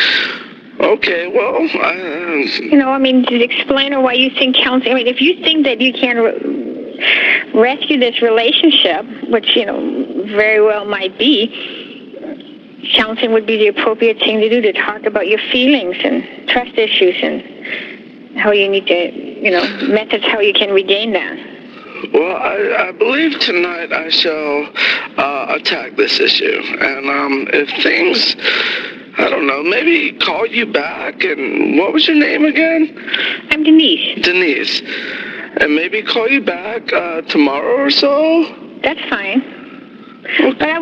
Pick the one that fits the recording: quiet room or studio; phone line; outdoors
phone line